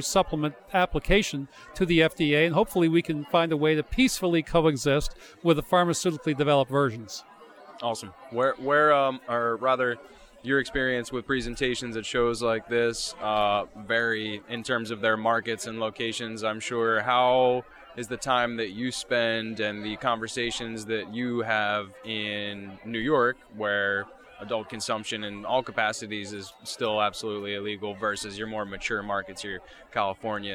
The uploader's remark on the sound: Live from the show floor of the CWCB Expo in NYC.